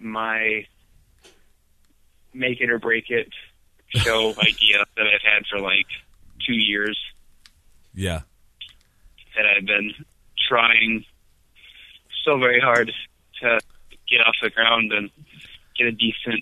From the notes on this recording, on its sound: A phone call that he wasn't expecting. In studio again.